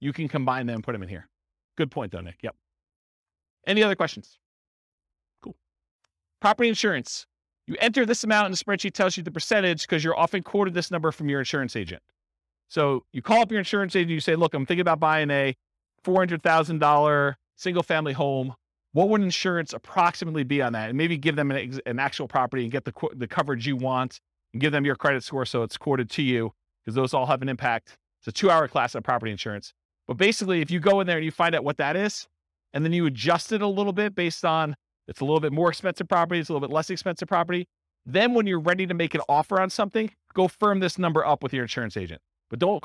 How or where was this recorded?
live audience